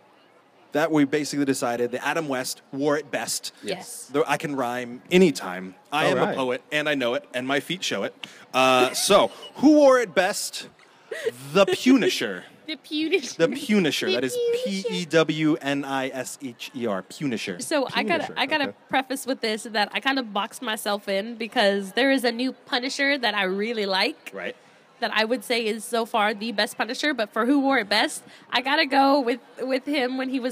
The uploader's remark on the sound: LIVE from Crocker Con 2017. Go live from Crocker art museum in Sacramento, CA for Crocker Con 2017.